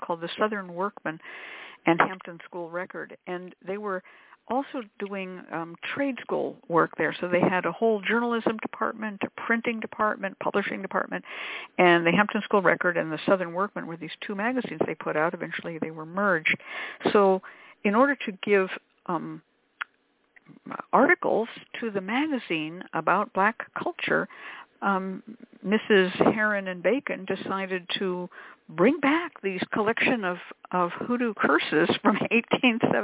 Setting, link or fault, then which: link, phone line